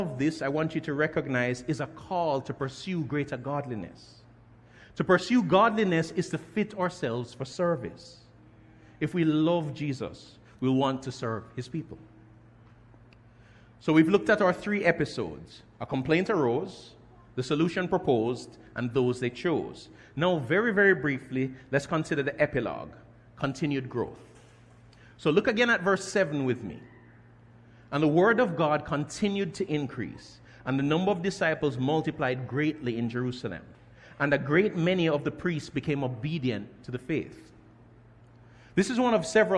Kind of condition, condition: setting, large echoing room